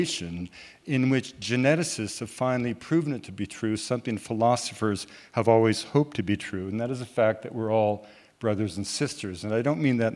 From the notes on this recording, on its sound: Recorded at The Tabernacle in London in March 2018.